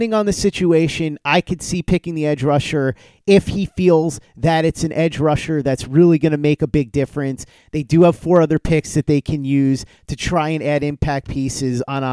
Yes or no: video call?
no